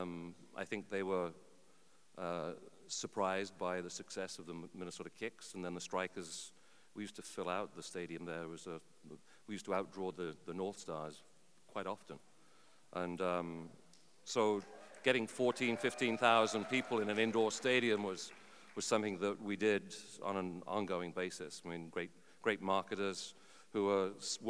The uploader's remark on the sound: Live in Minnesota. Celebrate the opening of Minnesota United FC's new stadium, Allianz Field.